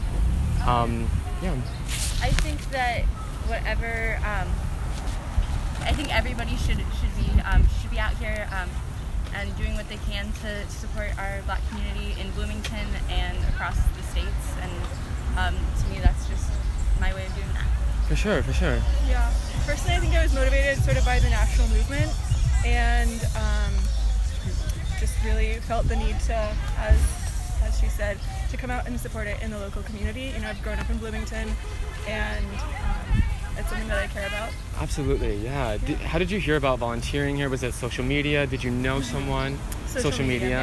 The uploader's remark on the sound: Today’s broadcast features interviews from activists, volunteers, business owners and natural sound from the protest. “Enough is Enough” protest at Dunn Meadow.